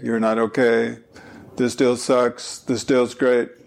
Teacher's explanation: If you start hearing somebody that's monotone, you know what they're going to say next. You know it's going to be boring, more boring stuff, because it's always the same note.